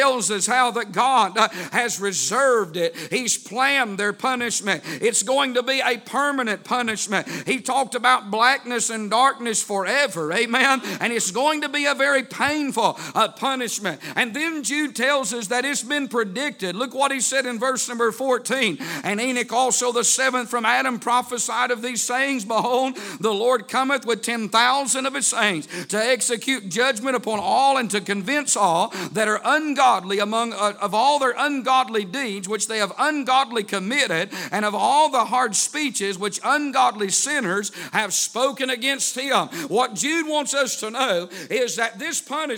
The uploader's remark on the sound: A sermon preached Sunday Evening, on April 9, 2023.